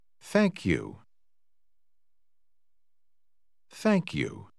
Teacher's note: Você ouviu a letra K ao fim da palavra thank. Este som se junta com a letra Y ao princípio de you quando se fala rapidamente.